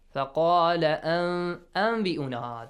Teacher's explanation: Iqlab, great. You gotta change that Nun sound to meme.